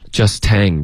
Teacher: 要从一个 a 滑到 ng,不要 tang,就一致的一个 ang 的音